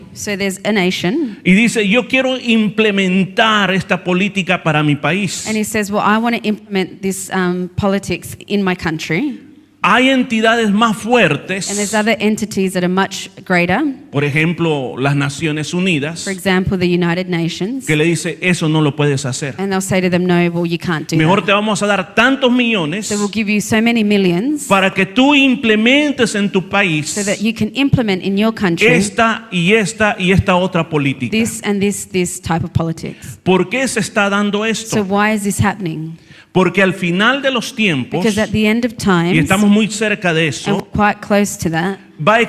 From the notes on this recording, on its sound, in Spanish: Este predica se transmitio en vivo el domingo 29-10-2023 en la iglesia cristiana Jesus es el camino ubicada en la 50 frape avenue yokine